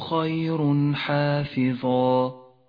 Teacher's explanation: خير حافظا التنوين وبعده حرف الحاء، يظهر التنوين من غير غنة أو تشديد إذا جاء بعده حرف الحاء · Term: حكم الإظهار